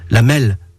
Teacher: on roulait le R, ce qui le rend très proche d'un L. D'où la mêle.